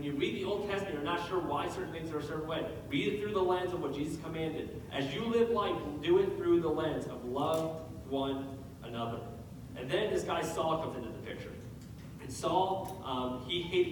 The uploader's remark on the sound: We had some technical difficulties this week, so please excuse the audio quality.